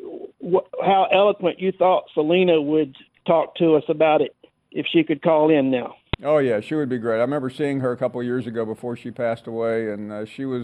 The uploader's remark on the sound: we continue taking your phone calls